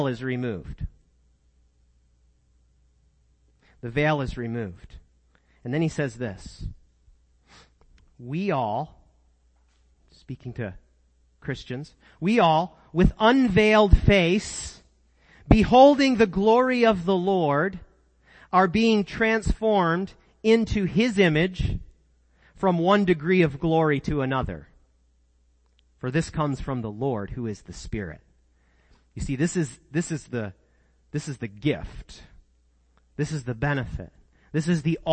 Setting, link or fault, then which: setting, large echoing room